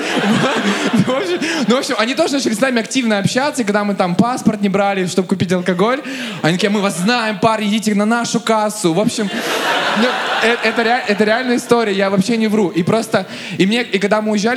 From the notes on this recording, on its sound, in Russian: Выпуск, записанный на сцене.